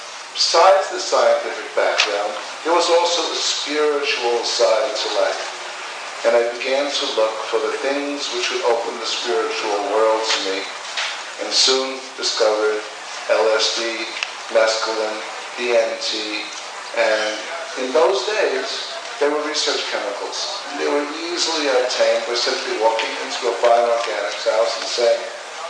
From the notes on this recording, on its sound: Palenque Norte lecture at Burning Man